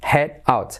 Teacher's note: Cuidado porque la D se convierte en R suave, head out. D y T como R suave, semiclaves del método You Talk.